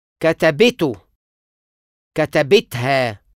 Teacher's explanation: حالة خاصة: لما ضمير متصل ينضاف لفعل في صيغة الماضي المفرد المؤنث الغائب، مثلاً كتبت، النبر بيقع دايماً على الكسرة في لحقة إت.